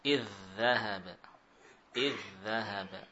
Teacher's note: Misalkan dal sukun bertemu dal, maka kita membaca dal dua dal ini seperti satu dal yang musyaddadah. · Term: idgham al-mutamathilain